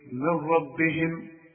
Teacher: فاذا نطقت الكلمة دي النون بدغمها في الراء ادغام كامل بدون غنة